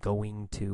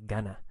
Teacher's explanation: in normal speech. We don't say going to. We say gonna.